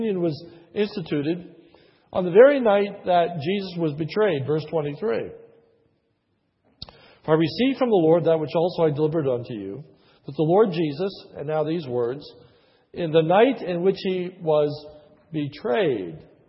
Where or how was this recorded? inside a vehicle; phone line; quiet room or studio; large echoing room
large echoing room